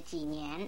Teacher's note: 有句话，意思是有朋友从远的地方来，那不是很高兴的事吗？他说四书上这句话好像是为他说的。七，中国语文每一个字的声音还可以分作4种不同的声音，这就叫做四声。四声有第一声、第二声、第三声、第四声。学习发音的时候要特别注意，如果把四声说错了就要发生2个问题。第一个问题是意思完全错了，比方说纪念，这两个字本来都是第四声，如果把季字念了第三声，念字念了第二声，那就是几年两个字了